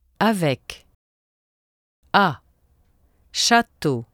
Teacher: The sound A is between the vowel sound in the English word hat and the vowel sound in the English word hot. · Term: La voyelle A